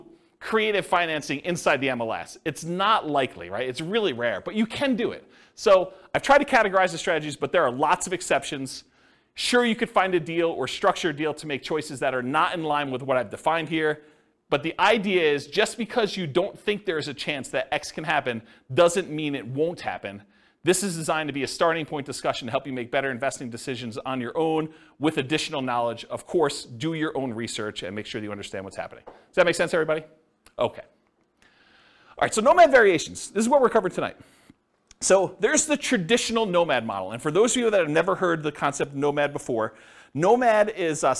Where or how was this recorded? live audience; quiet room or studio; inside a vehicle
live audience